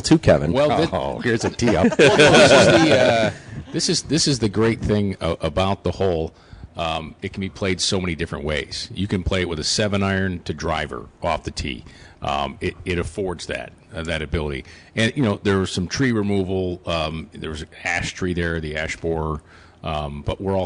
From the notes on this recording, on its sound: live from Lancaster Country Club.